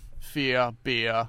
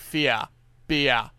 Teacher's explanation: those in the eastern states will tend to pronounce fear, beer, and rhymes, words like that, without any jaw movement · Shown in: first take · while Western Australians tend to pronounce them more like fear, beer.